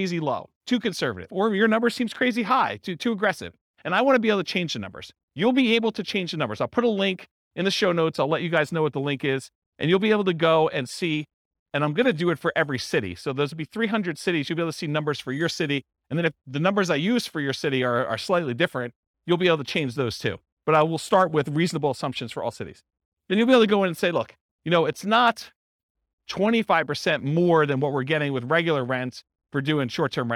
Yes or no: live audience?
yes